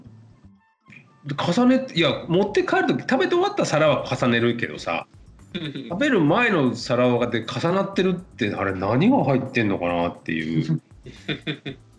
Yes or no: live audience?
no